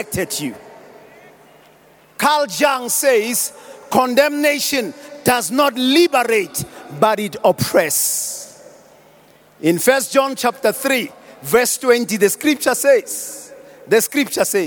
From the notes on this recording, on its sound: preached at the Annual Good Friday Celebration held at Orlando Stadium at the Youth Service on the 08th of April 2023